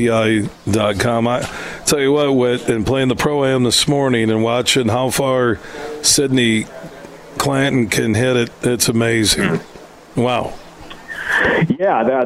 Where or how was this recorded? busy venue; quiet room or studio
busy venue